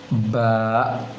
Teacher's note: Yang penting ditutup sempurna kedua bibir dengan menekannya seperti pengucapan b dalam bahasa Indonesia, namun di sini dalam bahasa Arab, bahasa yang huruf Al-Quran, dengan pengucapan ba ba dengan menghindarkan jangan sampai keluar angin dari hidung atau sengau